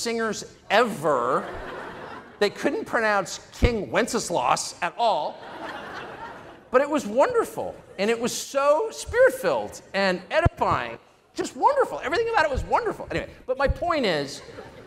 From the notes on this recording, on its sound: keynote address from our 2023 Cleveland Celebration Gala